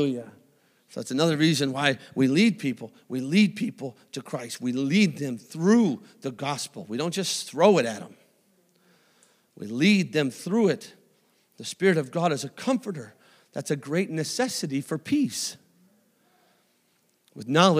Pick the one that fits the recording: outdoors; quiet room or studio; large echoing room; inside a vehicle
large echoing room